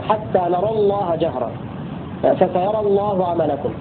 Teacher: وفي لفظ نرى الله حتى نرى الله جهرة أو فسيرى الله عملكم فيها للسوسي ثلاثة أوجه وصلا. الأول فتح الراء مع تفخيم لام لفظ الجلالة حتى نرى الله جهرة فسيرى الله عملكم.